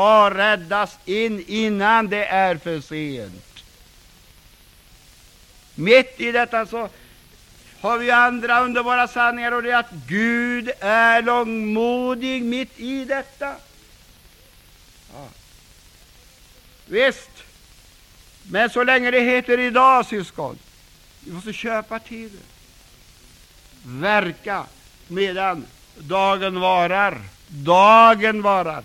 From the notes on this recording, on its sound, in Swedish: inspelad 26 oktober 1999 kl 19 på Bällsta Missionscenter